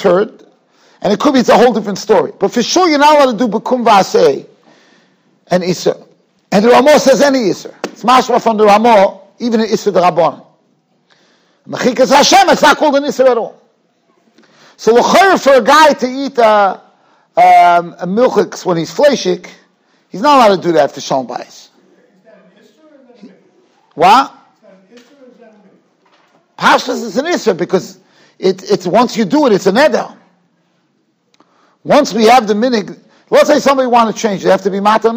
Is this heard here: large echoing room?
yes